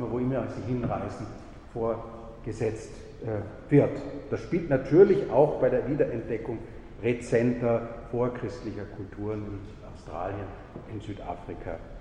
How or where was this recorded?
large echoing room